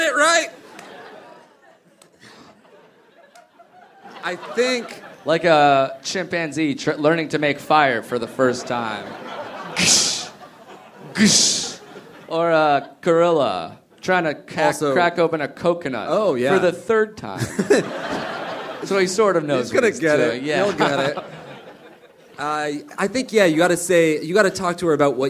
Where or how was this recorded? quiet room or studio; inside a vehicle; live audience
live audience